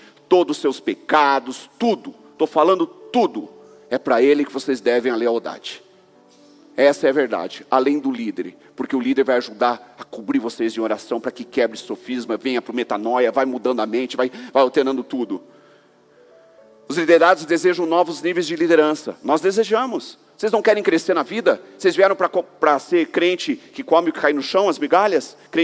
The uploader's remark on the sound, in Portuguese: Culto de Celebração